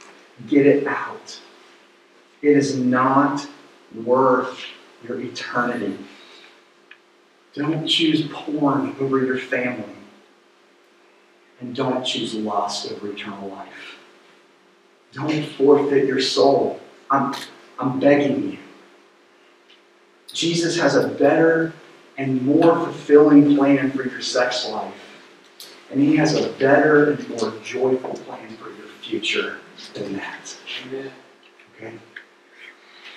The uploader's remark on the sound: Due to some technical issues, the sermon audio was not properly recorded. We apologize for the poor audio quality.